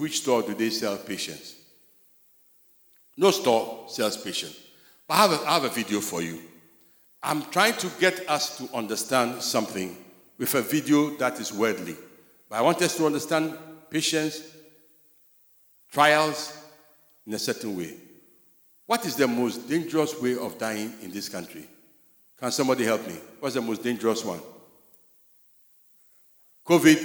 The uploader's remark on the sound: Sermon preached at CBC Shiashie Campus